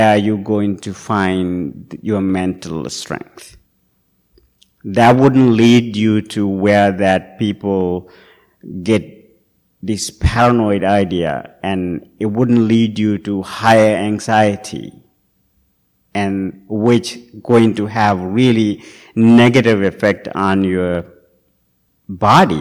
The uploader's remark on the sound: Recorded at the Blue Lotus Buddhist Temple on 2023-05-10. Recorded at the Blue Lotus Buddhist Temple.